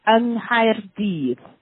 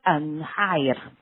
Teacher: Un itself changes, and the initial consonant of the place it precedes also change. So that Cardiff, which is Caerdydd in Welsh, would be said as yng Nghaerdydd, with ng at the start · Term: nasal mutation